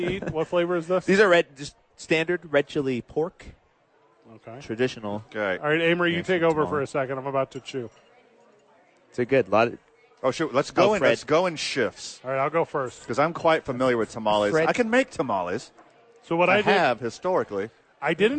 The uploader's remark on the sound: Live at Sadies.